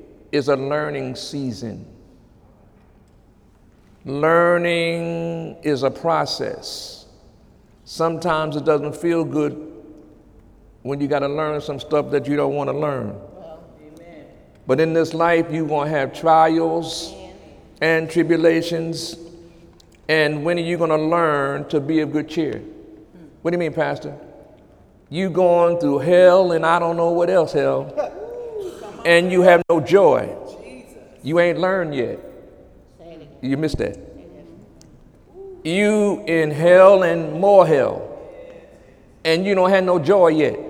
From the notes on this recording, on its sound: During Sunday morning service on July 23, 2017